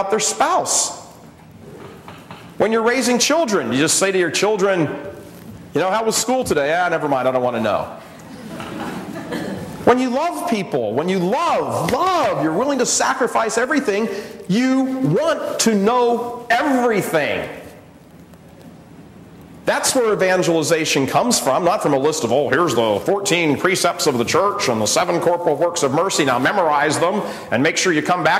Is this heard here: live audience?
yes